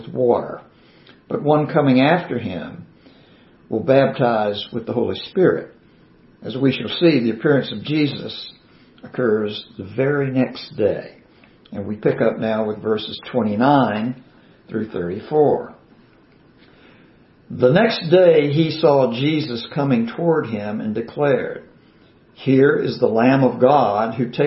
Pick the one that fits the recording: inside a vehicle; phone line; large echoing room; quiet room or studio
large echoing room